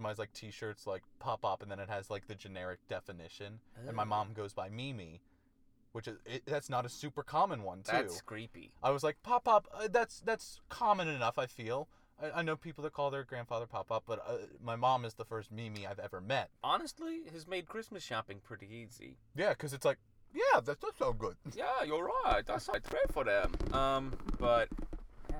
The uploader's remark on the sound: Christmas Carcast